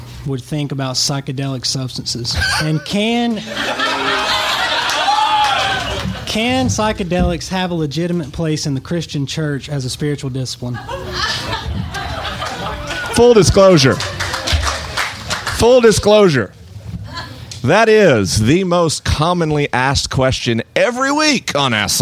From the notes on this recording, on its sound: This week's episode is a live Q&R at the Wild Goose Festival 2016. The questions are unscreened, the answers unrehearsed, and the figures un-fact-checked.